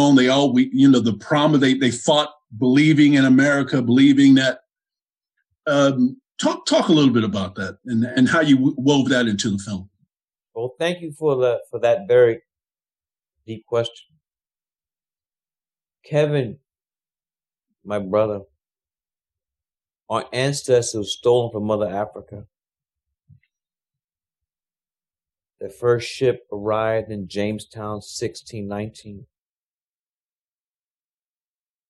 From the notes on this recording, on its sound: in a spoiler-filled virtual Q&A